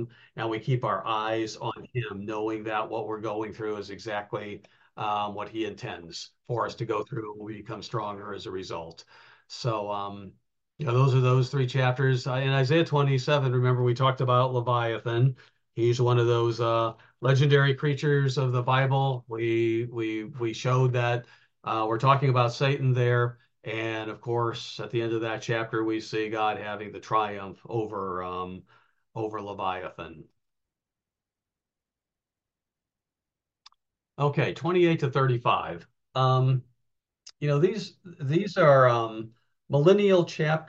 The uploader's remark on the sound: given on Wednesday nights by Zoom